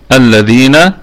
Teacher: الذين اللام لام شمسية مضغمة، وعلة الإضغام التماثل، لأنها أضغمت في اللام في اللام في اللام، فعلة الإضغام التماثل.